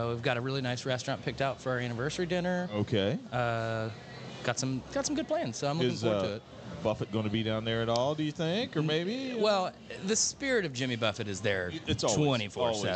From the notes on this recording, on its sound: celebrating live from Chatham Tap Fishers